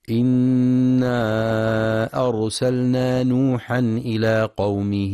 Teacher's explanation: للمد المنفصل في إنا أرسلنا، حيث يمد أربع أو خمس حركات في رواية حفص من طريق الشاطبية.